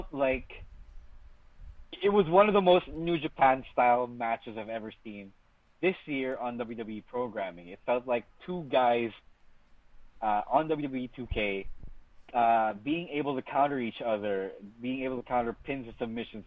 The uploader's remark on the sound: It's another phone call episode of the Podcast